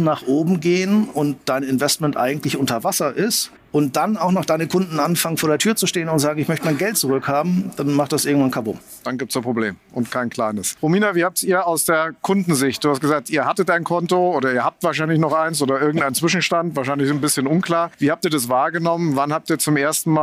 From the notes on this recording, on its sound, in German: Aufzeichnung des gleichnamigen Panels. Von der Payment Exchange 2023 in Berlin.